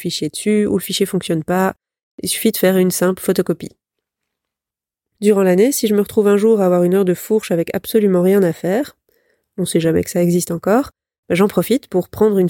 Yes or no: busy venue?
no